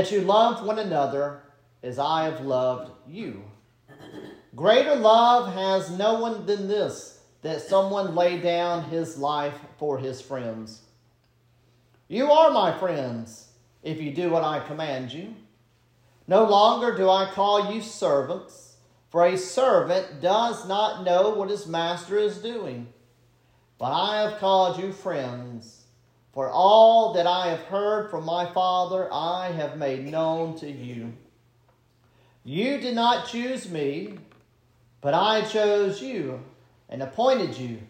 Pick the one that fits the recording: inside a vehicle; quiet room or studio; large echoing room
large echoing room